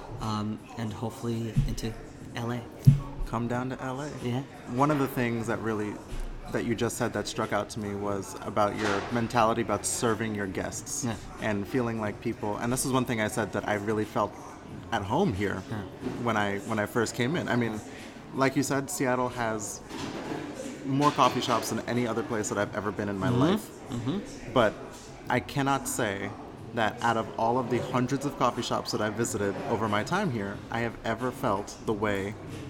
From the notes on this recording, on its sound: I found myself at a very special coffee shop in Renton, WA called Boon Boona.